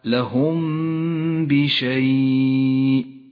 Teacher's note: الساكنة في قوله تعالى لهم بشيء الميم الساكنة وبعدها حرف الباء تخفى الميم بالباء مع بقاء غنة للميم زمنها حركتان · Term: الإخفاء الشفوي